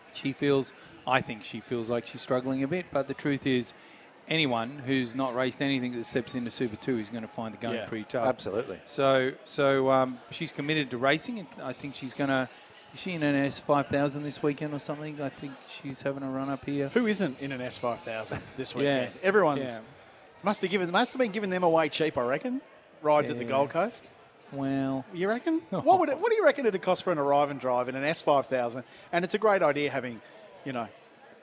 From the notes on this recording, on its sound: we broadcasted the show live from The Star on the Gold Coast